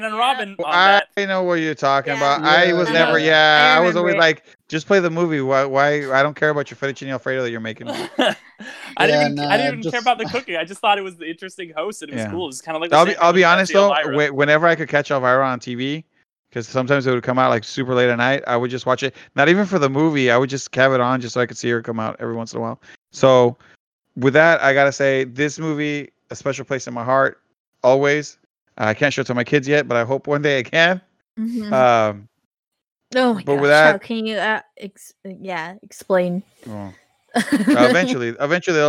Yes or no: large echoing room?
no